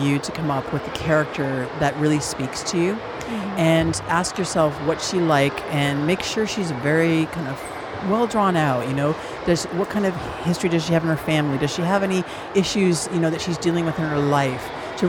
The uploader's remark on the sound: Live from SIBF